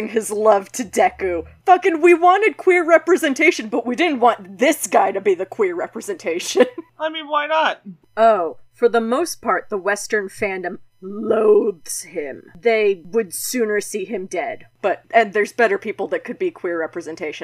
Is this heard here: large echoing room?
no